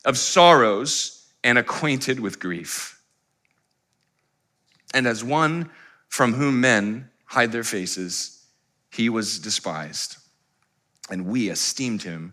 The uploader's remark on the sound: Live stream of our Good Friday Communion Service.